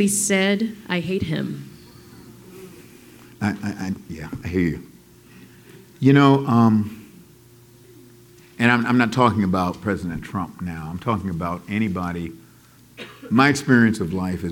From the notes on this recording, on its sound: In this final podcast episode from our live show at Rooted in Jesus in Atlanta. Answers questions from our audience.